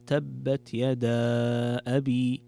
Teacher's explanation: والمد المنفصل يكون مقدار حركتين تقرأ تبت يدا أبي أو أربع أو خمس حركات تقرأ تبت · Term: مد منفصل